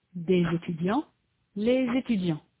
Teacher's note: This z is pronounced together with the following vowel. · Term: liaison